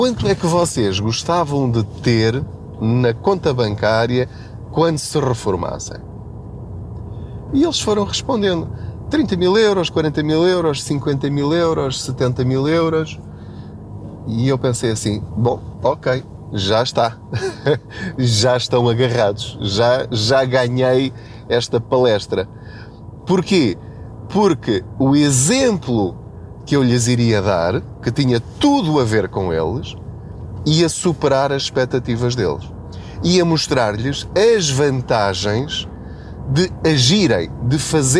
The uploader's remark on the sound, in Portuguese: Não ligue aos barulhos da viagem.